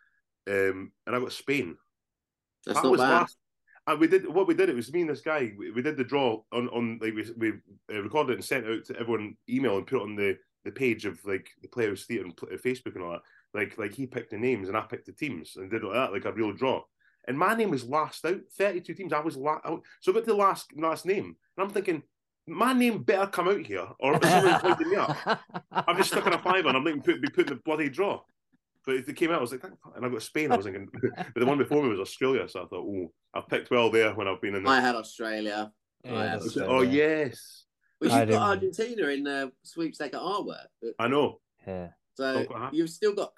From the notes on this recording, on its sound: Chatting over zoom